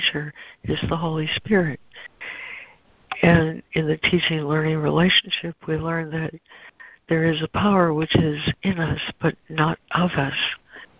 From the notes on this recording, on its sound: ACIM Daily Conference Call